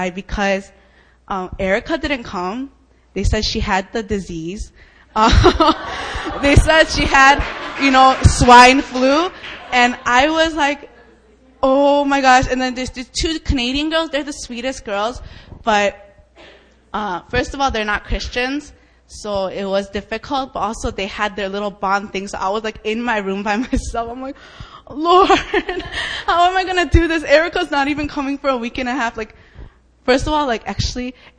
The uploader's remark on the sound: Friday Fire Prayer Meeting, Open Mic Night. New Philadelphia Church (formerly known as JSEM).